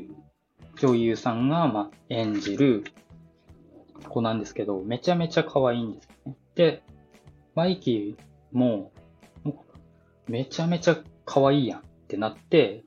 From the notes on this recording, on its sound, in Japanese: 久々の収録ですので、とても聴きづらいとは思いますが。Stand.fm。